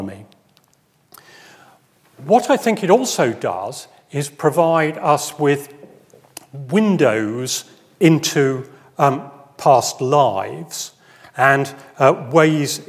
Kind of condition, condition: setting, large echoing room